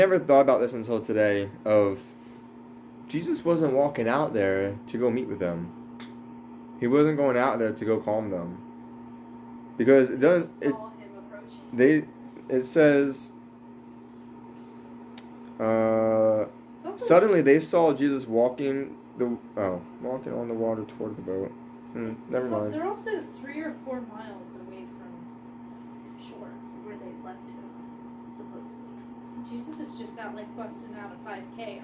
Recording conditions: poor sound quality